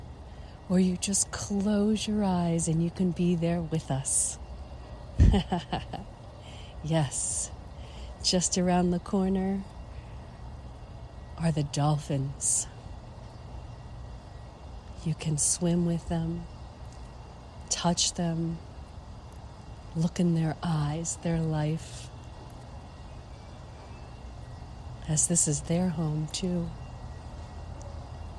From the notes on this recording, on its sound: LIVE from Las Vegas Mirage. Poolside at the Mirage in Las Vegas, Nevada, USA. This is a special on location Walk and Talk of our Mindfulness Summer Tour 2022.